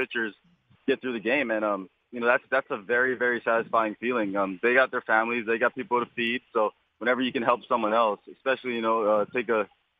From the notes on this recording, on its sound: called in for a chat